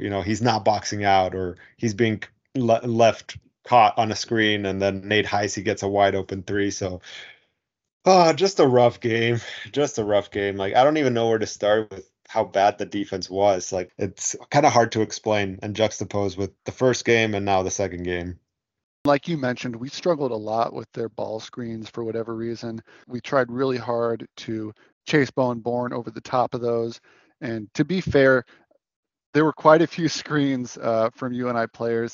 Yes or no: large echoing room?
no